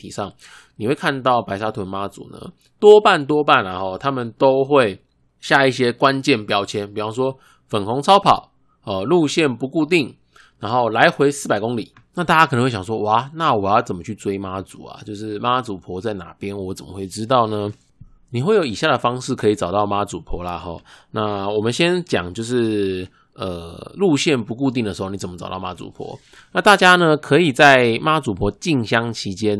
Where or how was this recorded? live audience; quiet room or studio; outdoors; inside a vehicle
quiet room or studio